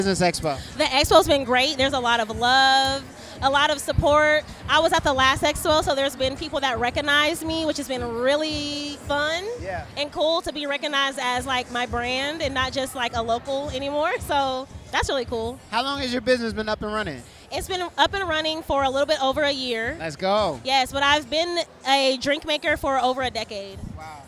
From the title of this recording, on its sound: Live at the Black-Owned Business Expo!